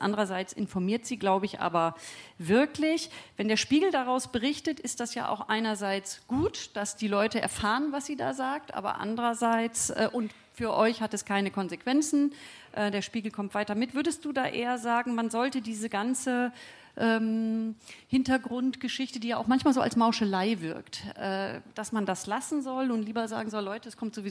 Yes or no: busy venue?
yes